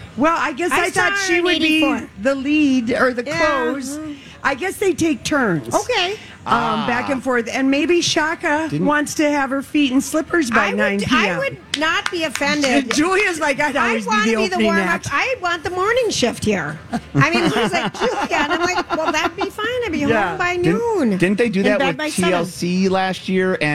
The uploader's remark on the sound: LIVE from the Minnesota State Fair